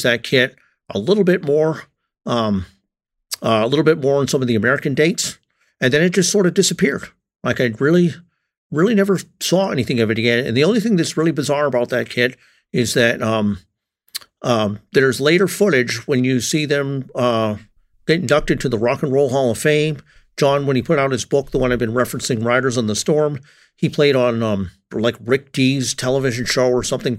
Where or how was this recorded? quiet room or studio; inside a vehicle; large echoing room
quiet room or studio